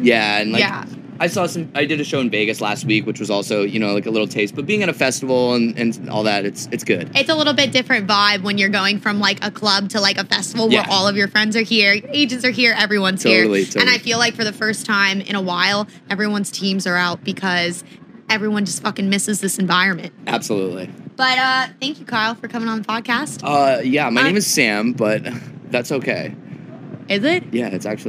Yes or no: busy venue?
yes